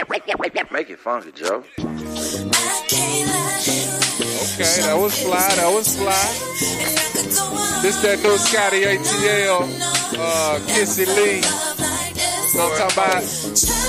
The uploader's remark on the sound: K-100 Radio was broadcasting live at Makin'It Magazines Media Matters ATL networking event at iLounge.